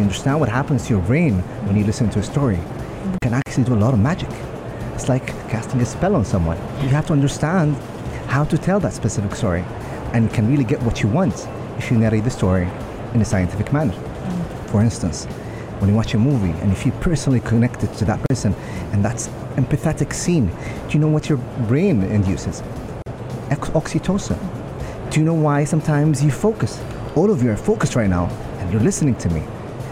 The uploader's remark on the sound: Pulse Live at IGCF